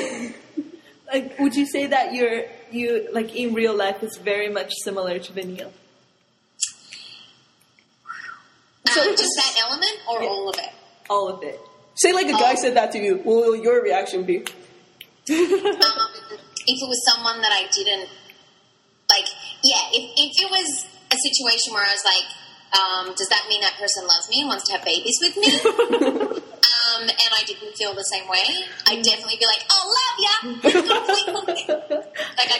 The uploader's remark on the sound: we've tried our best to take away the echoes, but there might be some technical problems with the recording.